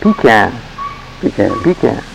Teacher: there's pretty much emphasis on the first syllable